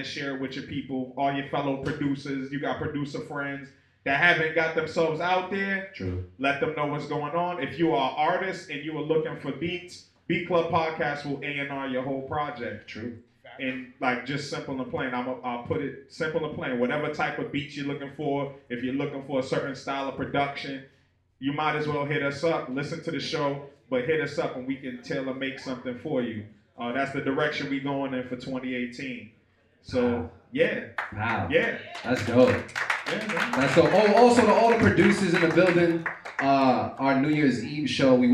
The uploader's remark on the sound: The Beat Club Podcast LIVE stopped by Maggy's Lounge in Quincy, MA, to put on our monthly live show for producers. New faces & new beats were in the building during our open producer showcase.